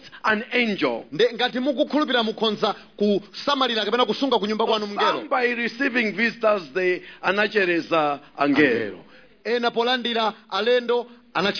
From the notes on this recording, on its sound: Preached at the Encounter Service at Word Alive Blantyre City Church on 12th February 2023